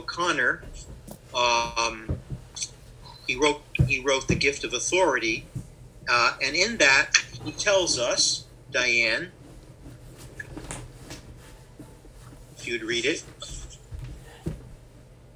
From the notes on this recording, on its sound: Unfortunately, as it was a virtual class, there were problems with the Zoom app, which lost the 1st 20 minutes of the class.